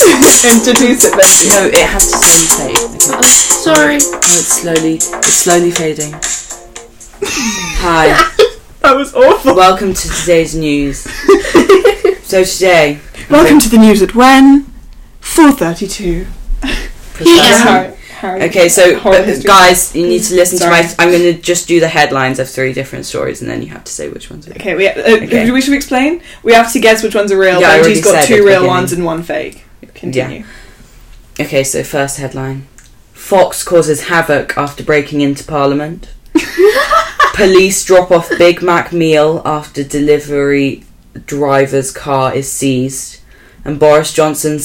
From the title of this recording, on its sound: warning headphone users!!! this podcast is spooky and LOUD.